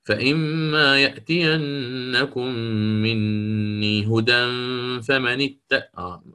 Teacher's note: هنا ما عنده تقليل، لأن سقط هذا الألف، سقط تخلصا أو بالإخفاء، يعني هدى فمن.